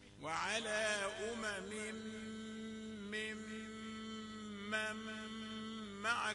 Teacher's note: مهما تتابعت الغنة ما تسيبش ولا واحدة، كل واحدة يعني كل غنة أحق بحكمها